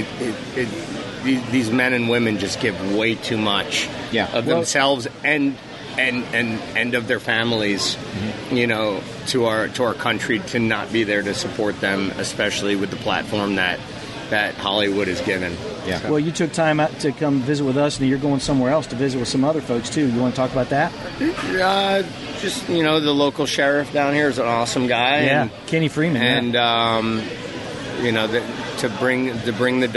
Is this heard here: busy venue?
yes